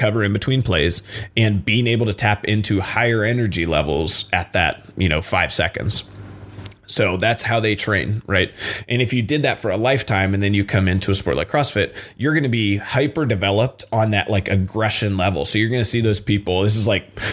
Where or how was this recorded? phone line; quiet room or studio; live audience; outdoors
quiet room or studio